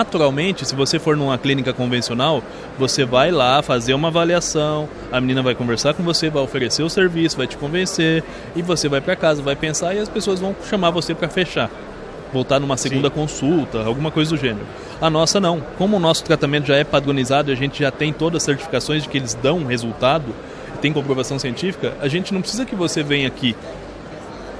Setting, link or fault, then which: setting, busy venue